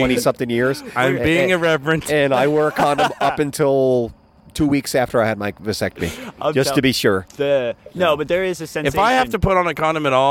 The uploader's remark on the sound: He came out and recorded in the backyard with us for our first episode!